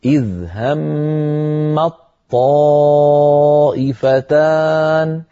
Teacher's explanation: وندغم الطاء في الطاء التي بعدها فتصيران طاء واحدة مشددة